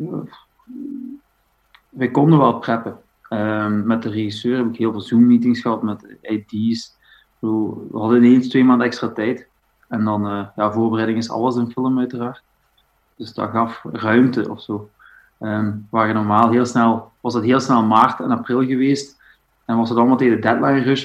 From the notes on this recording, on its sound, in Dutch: Het interview gebeurde op een covid veilige manier over zoom.